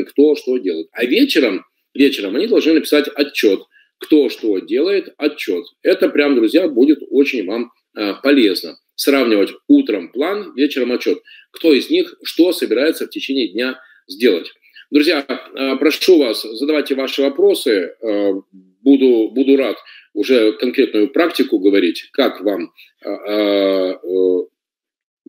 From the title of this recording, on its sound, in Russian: Запись вебинара